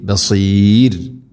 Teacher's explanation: ബിമാ തഅമലൂന, തഅമലൂന, തഅമലൂന എന്നല്ല തഅമലൂന ബസീർ, ബസീർ Saad heavy ആയിട്ട് ഉച്ചരിക്കണം. അതുപോലെ റായിനെ നേർപ്പിക്കുകയാണ്, അഥവാ തർക്കീഖ് ചെയ്യണം. ബസീർ എന്നല്ല ബസീർ, ബസീർ ഇങ്ങനെയാണ് ഓതേണ്ടത്.